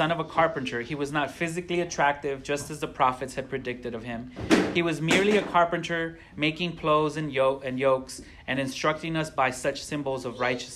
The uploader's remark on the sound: A sermon preached on the 6th Sunday after Pentecost at Parish Long Beach.